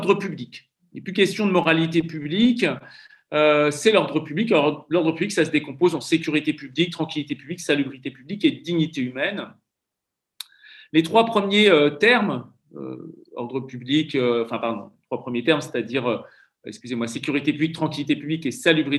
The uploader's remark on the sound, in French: Enregistré sur Zoom le 4 février 2021